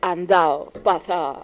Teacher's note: a seconda dei luoghi abbiamo proprio anche il dileguo di una intera consonante intervocalica